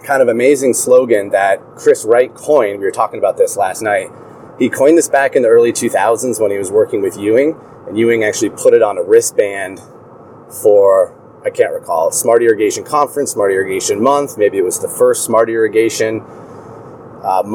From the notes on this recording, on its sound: records live from Highway I-15 in Salt Lake City, Utah.